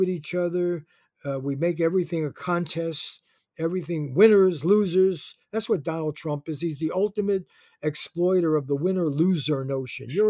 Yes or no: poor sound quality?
no